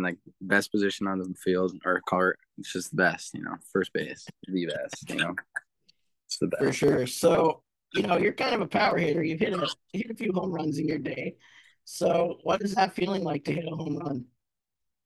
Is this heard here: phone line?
no